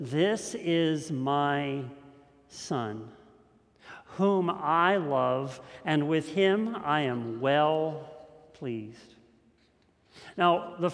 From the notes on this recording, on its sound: This message was first preached on September 12th 2021 at Linglestown Life Church in Harrisburg PA.